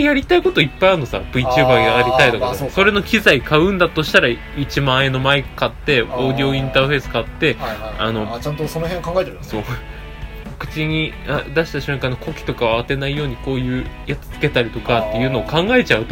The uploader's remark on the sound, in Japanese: 録音機材：iPhone7